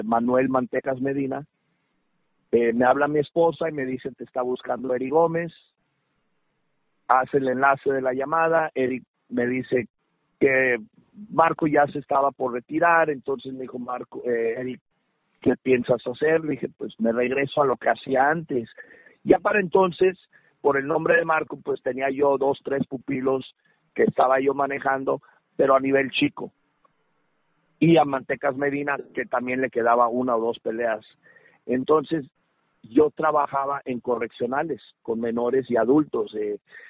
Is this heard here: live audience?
no